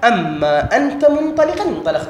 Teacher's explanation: ثم أدغمت النون من أن في الميم من ما